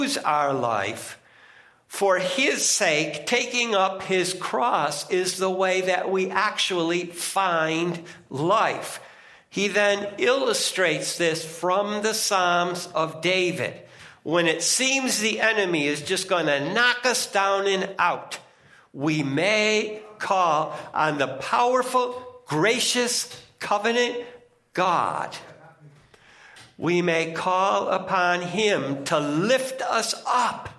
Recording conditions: large echoing room